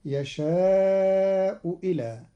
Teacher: قرأ قالون كلمتي يشاء إلى بإبدال الهمزة واوا مكسورة على الأصل